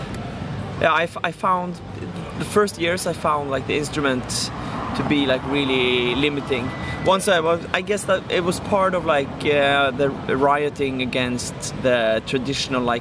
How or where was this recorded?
outdoors